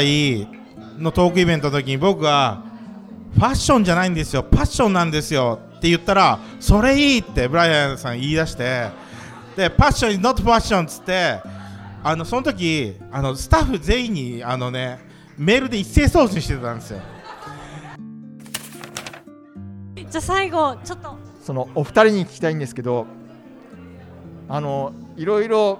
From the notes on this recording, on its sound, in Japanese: スピンオフ企画：沼津フィッシュマーケット・タップルーム22周年祭。公開収録致しました。今回は対談後の質問会になります。今回は、ぬまずっきゅーん初の公開収録となりました。